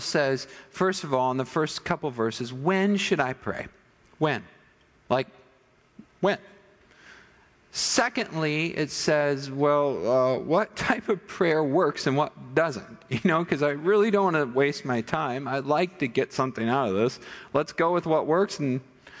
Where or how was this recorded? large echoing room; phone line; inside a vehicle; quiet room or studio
large echoing room